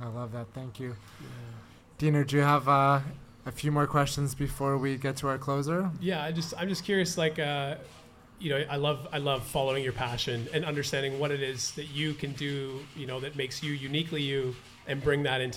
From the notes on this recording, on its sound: It was also recorded live with an audience as part of the Planted Expo weekend. This intimate dinner and conversation held at Vancouver's Nightshade restaurant.